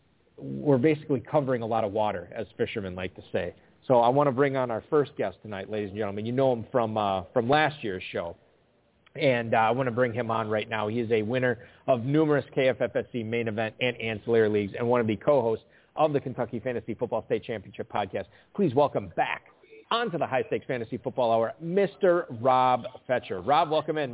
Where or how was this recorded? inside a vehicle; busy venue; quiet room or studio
busy venue